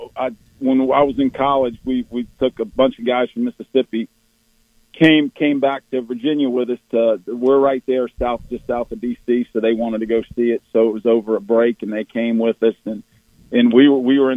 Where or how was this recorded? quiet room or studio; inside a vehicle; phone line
phone line